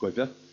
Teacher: The final thing I just mentioned by way of passing, it's a feature that I would have an explanation for, but I think it's of a different order, but it's worth noting, is the substitution of lenited B for lenited D. Now, this you get this in I suppose sporadically in modern dialects, such as the word which is traditionally spelled G-U-I-D-H-E, is in certain dialects in Connacht pronounced Guivhe.